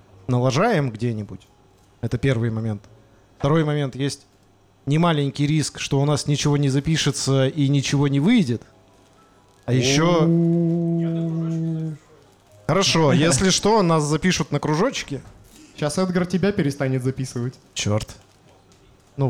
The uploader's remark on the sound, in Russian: Лайв в баре